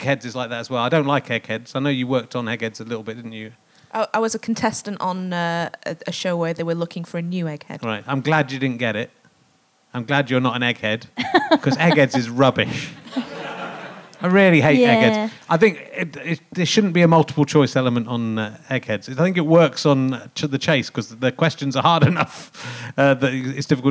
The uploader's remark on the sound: Leicester Square Theatre Podcast